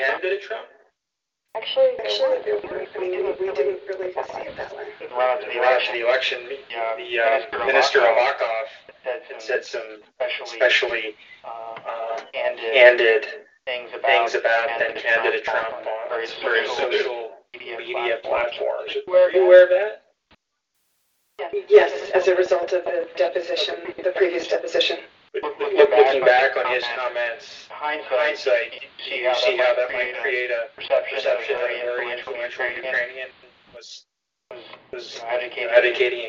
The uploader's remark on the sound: your phone calls